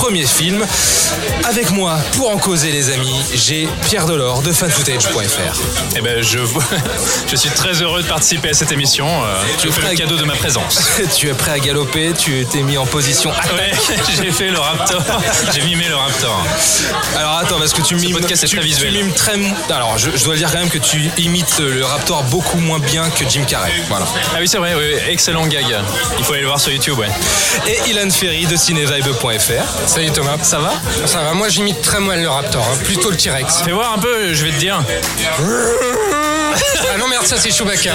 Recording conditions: busy venue